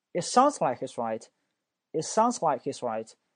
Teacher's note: 我把重音放到 sounds like 上面